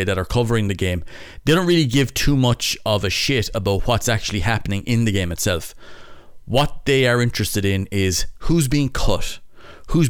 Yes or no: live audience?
no